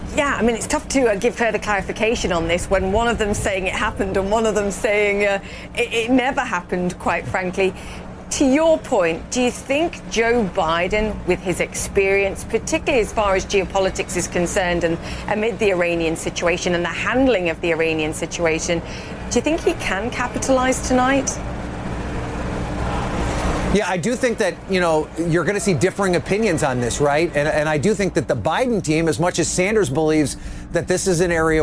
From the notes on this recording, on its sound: live from the New York Stock Exchange